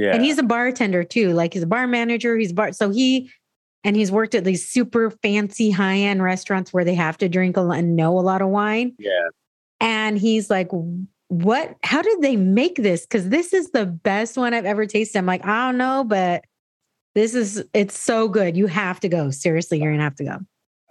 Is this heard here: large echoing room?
no